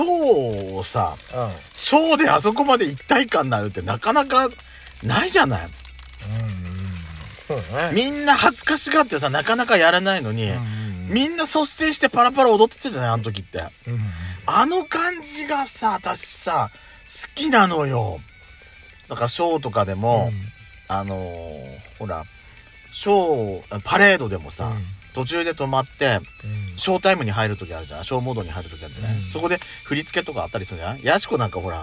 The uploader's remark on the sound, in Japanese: パーキング収録